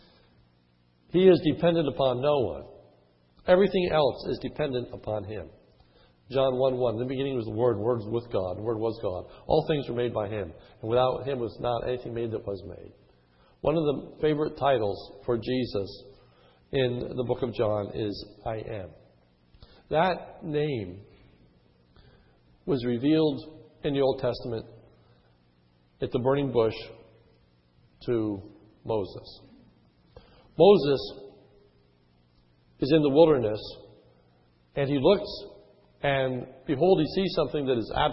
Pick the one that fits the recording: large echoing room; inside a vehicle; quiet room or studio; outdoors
large echoing room